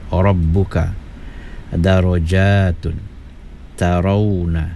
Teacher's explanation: Dalam keadaan ini huruf ra kena dibaca tafkhim ataupun tebal. · Term: at-tafkhim